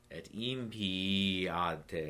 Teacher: I tend to hold the double I a little longer. Et impii ad te, as if it's two E's.